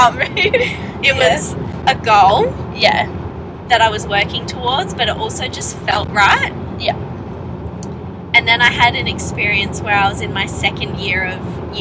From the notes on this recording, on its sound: My apologies if the audio is sucky.